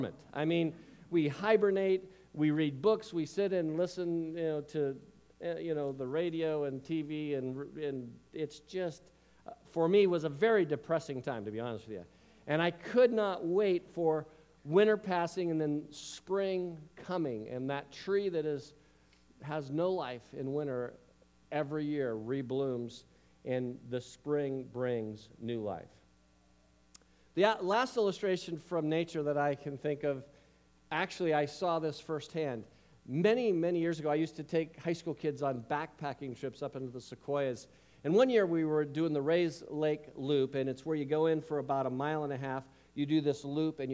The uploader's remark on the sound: Complete Service Audio Recording.